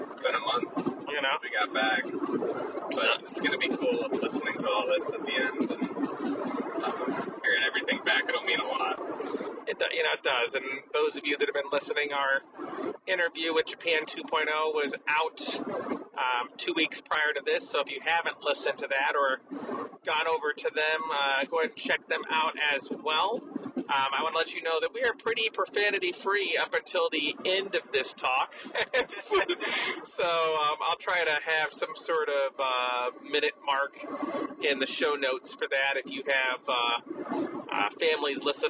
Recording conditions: poor sound quality